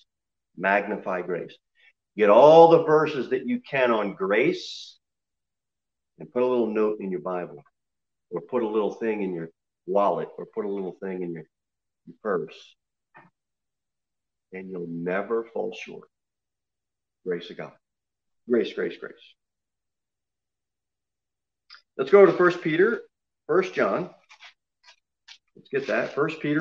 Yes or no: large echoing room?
yes